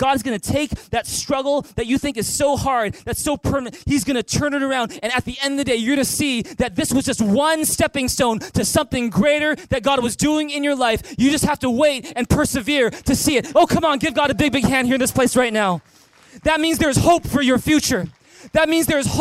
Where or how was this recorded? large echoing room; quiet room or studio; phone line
large echoing room